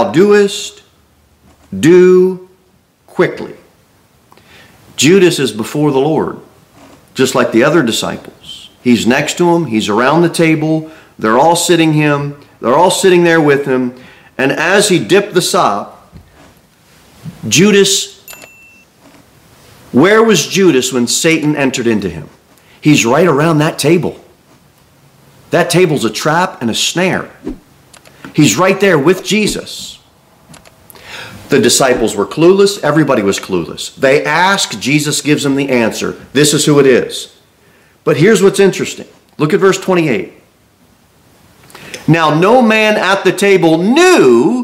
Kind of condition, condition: setting, large echoing room